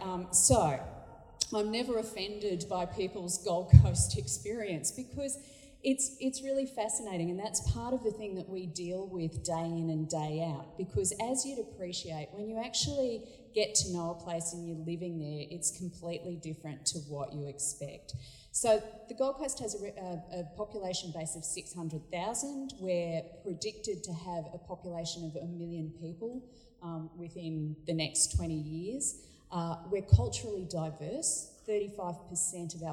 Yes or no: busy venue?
yes